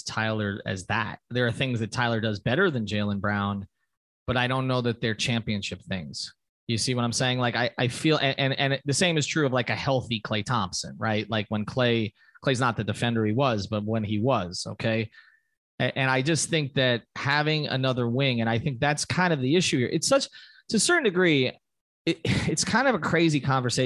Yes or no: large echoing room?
no